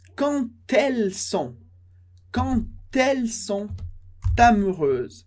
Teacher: a liaison com a letra D vira um som de T.